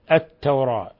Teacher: ذهبت اللام، أضغمت اللام في التاء · Term: اللام شمسية